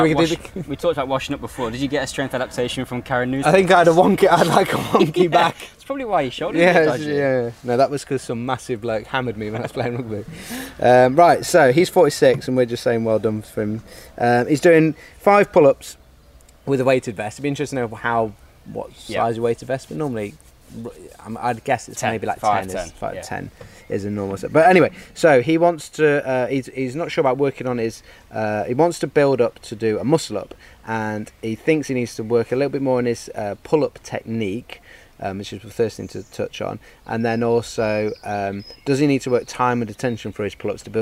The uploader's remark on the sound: LIVE from the school of Calisthenics garden